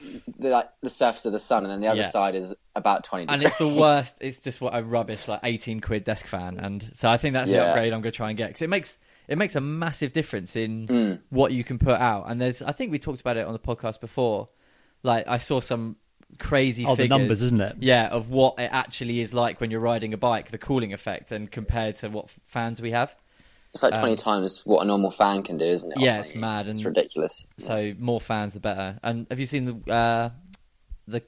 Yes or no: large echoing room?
no